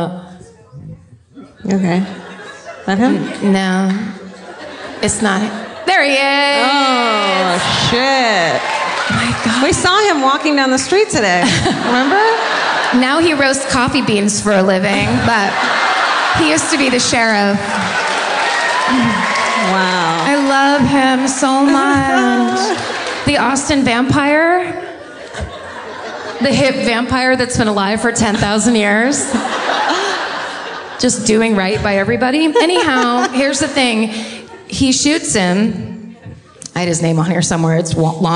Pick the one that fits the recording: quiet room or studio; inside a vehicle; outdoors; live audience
live audience